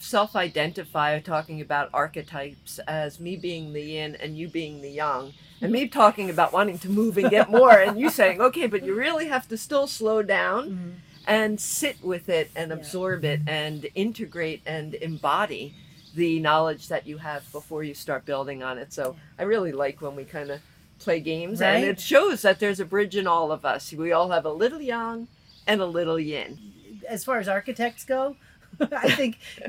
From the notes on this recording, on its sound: This episode is the first time since the end of Season 2 that the two hosts recorded from the same place. Backyard gazebo to a natural soundtrack of a variety of chirping birds.